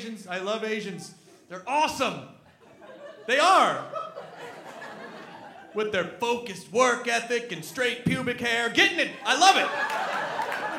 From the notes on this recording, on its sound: Our second live show. Recorded 5/11 at Largo in Los Angeles.